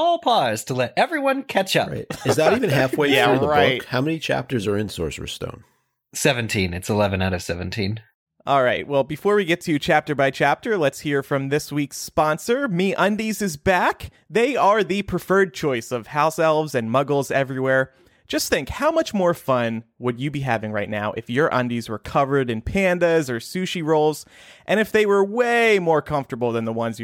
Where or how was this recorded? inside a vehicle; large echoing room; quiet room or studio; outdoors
quiet room or studio